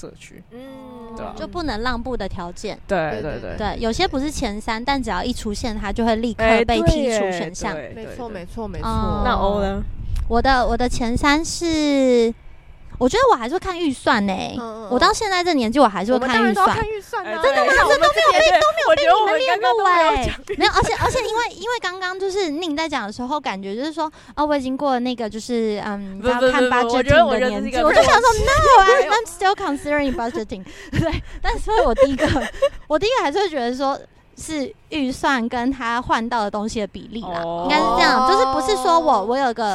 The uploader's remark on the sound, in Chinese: 本集在有風的天臺錄製，會有飛機起降的聲音哦～